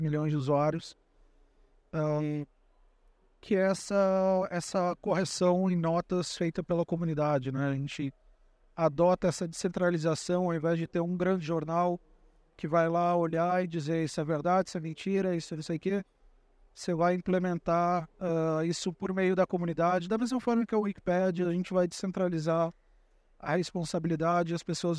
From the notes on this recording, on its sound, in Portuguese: O episódio de hoje foi gravado em abril de 2023, no Fórum da Liberdade.